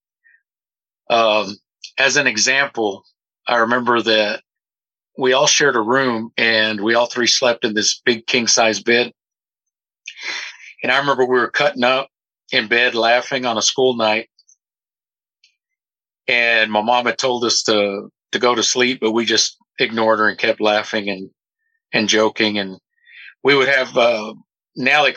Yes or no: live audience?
no